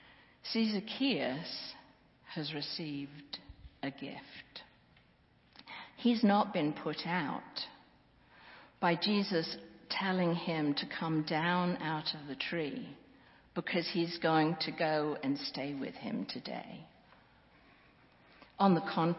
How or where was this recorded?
large echoing room